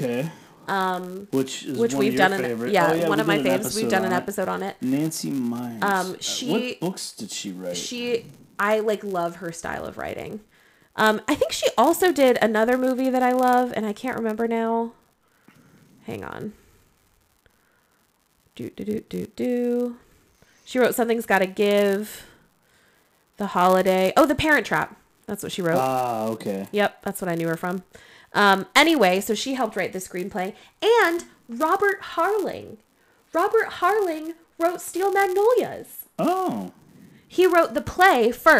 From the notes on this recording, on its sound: We apologize for the sound issues in this episode